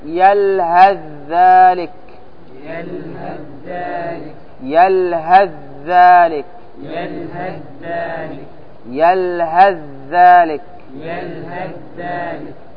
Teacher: تضغم الثاء في الذال وتنطق ذالا مشددة، ذالا مشددة.